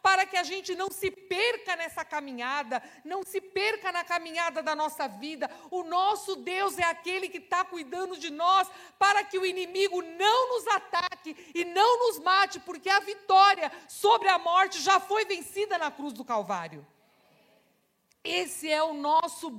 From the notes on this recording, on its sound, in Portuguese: Celebração ao vivo